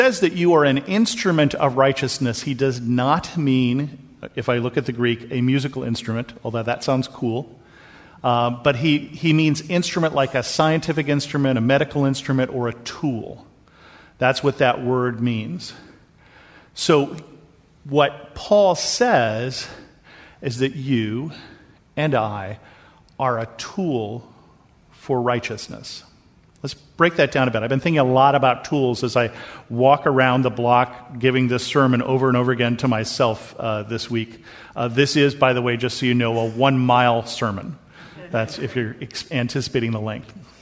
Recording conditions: large echoing room